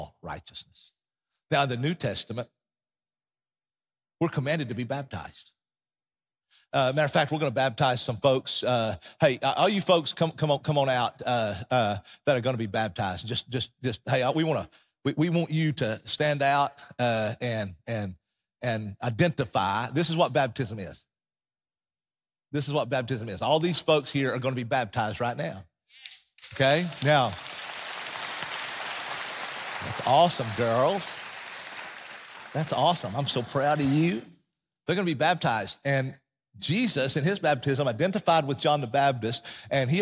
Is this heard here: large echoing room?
yes